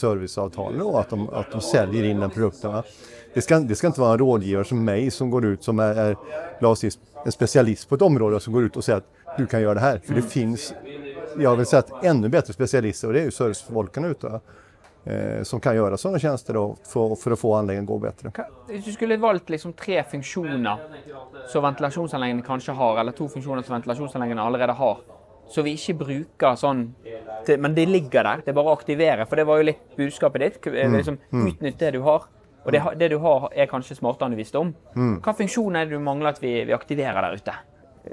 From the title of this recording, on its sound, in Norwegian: LIVE fra NemiTek sin Energiteknisk konferanse